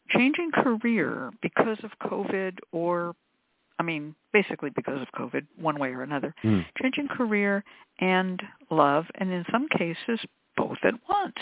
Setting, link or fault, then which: link, phone line